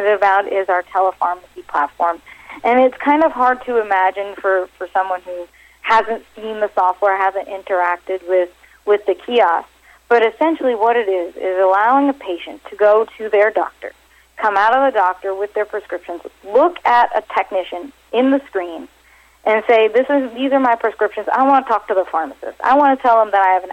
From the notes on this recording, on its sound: called in to SmallCapVoice